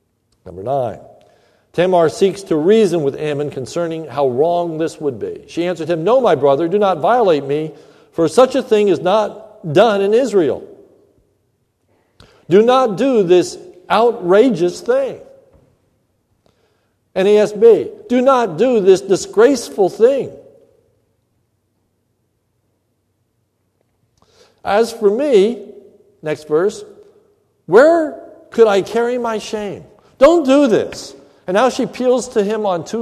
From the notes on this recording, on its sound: This is a sermon recorded at the Lebanon Bible Fellowship Church in Lebanon, PA on May 24, 2015 during the evening service